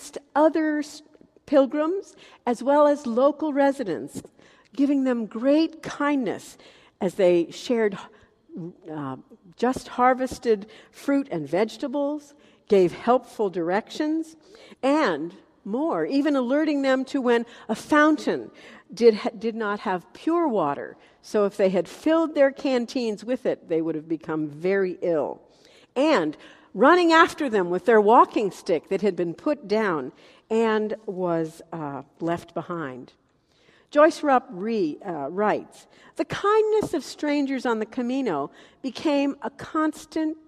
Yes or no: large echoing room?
yes